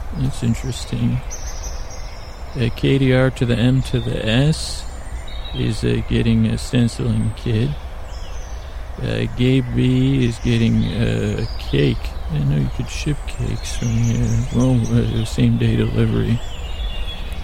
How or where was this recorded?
outdoors